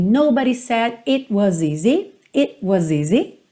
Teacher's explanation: é muito comum tanto no inglês americano quanto no britânico, que é o T não soar e você ter uma pausa muito rápido. It was, ou seja, se eu corto essa vogal, é quase como se já fosse equivalente a colocar essa consoante oclusiva, colocar o T ou o D.